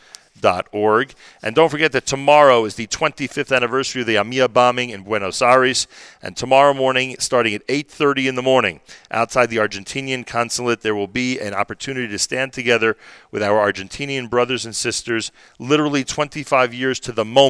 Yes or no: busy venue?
yes